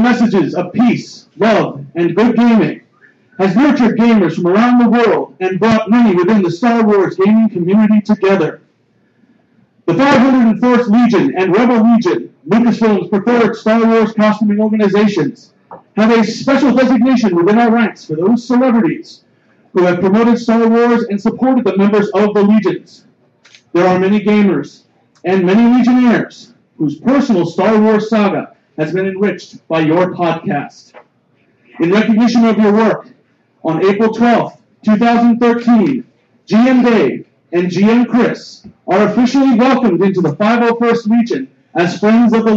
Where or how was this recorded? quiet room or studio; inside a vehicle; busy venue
busy venue